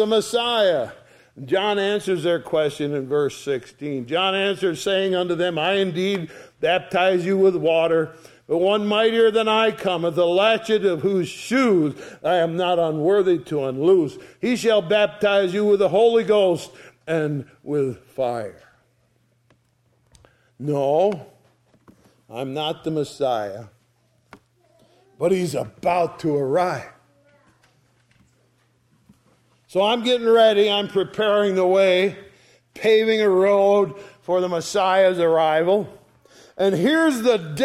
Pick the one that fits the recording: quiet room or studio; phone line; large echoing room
large echoing room